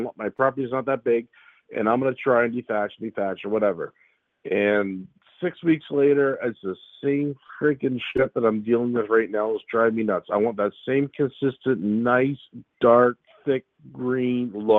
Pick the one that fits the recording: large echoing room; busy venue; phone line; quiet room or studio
phone line